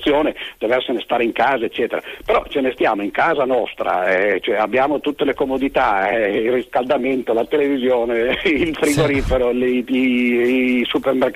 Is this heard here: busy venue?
no